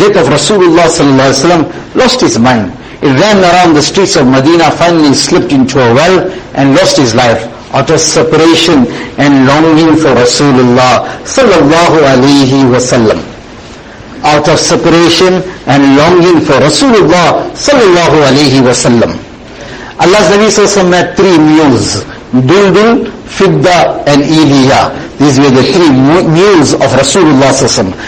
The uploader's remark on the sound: Jumuah lecture at May Street Masjid 20 Jan 2023